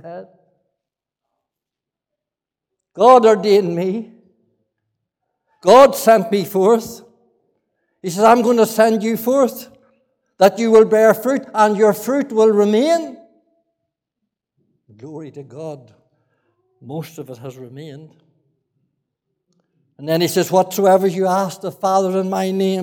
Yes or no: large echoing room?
yes